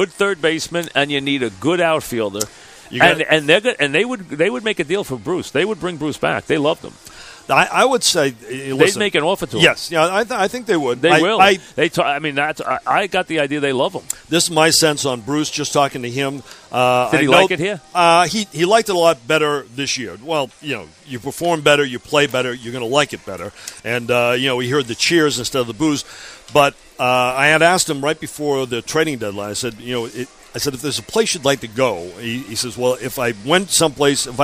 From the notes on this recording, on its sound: live from Citi Field